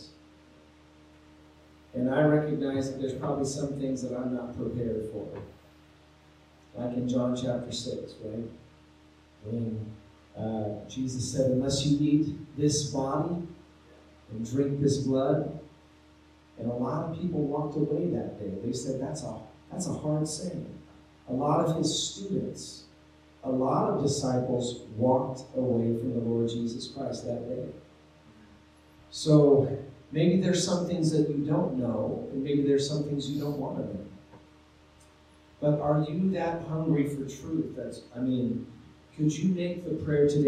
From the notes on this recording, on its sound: Sorry for the poor sound quality on this episode.